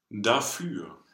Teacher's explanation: Where again, we have this long closed ü sound that we had in Süßer.